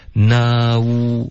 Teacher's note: 那呜，你会有一个呜的滑动，那呜，嘴唇会嘟起来，那呜，然后从这个呜嘟嘴的嘴型呢，就可以直接连到 way 的这个 w 的开头，这个分开嘴唇的这个 w 的音，然后进入到一个 a 的双元音，所以这个也要求一个滑动，连续